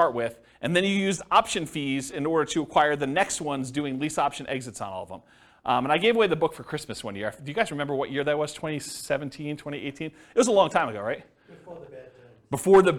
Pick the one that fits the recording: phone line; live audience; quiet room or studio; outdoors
live audience